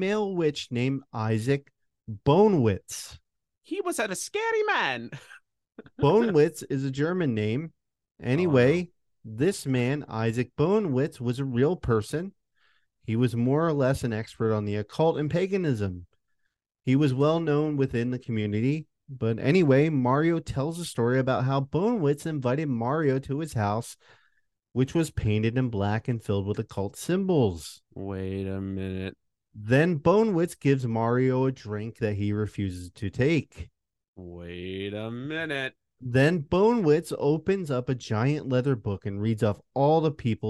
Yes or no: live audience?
no